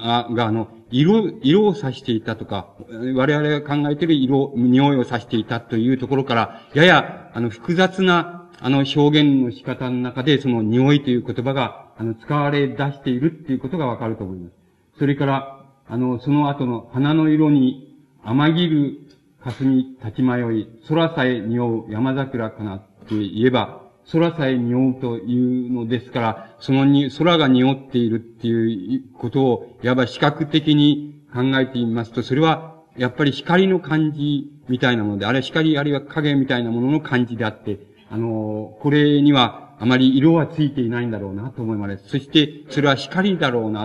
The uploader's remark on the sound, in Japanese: 場所：京都精華短期大学。京都精華短期大学大教室。一般の人にも開放され、 他大学の学生の参加も多かった。音源は主催者提供。たいへんクリアに収録されている。